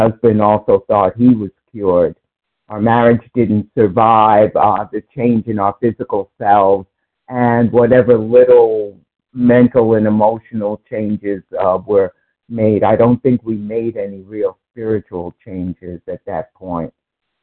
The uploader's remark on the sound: from the 100 Pounders Phone Meeting, 1/5/24